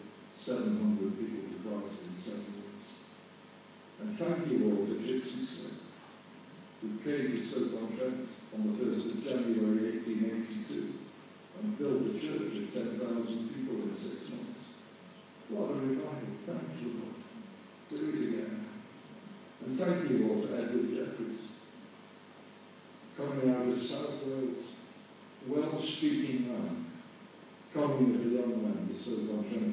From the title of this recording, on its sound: poor recording quality